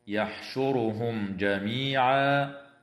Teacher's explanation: وتظهر الميم الساكنة عند الجيم